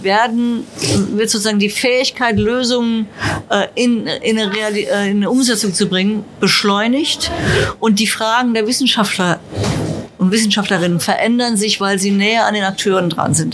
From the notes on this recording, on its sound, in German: Im Wieblinger Eiscafé OK Kool aufgezeichnet.